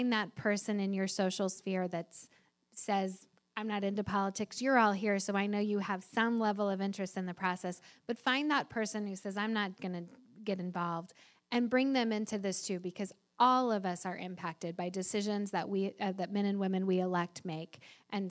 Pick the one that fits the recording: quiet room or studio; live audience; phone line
live audience